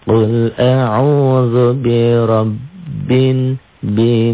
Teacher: Bin dengung ke hidung, dobel iya. · Term: gunnah